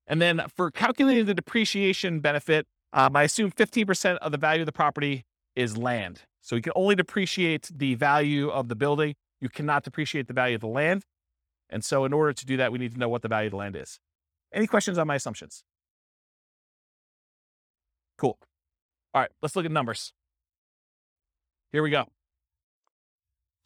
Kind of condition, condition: setting, live audience